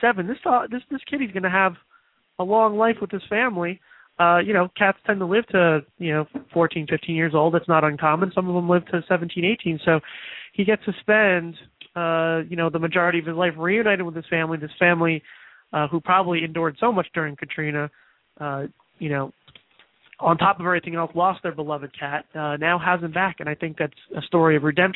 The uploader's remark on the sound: Takes your calls live.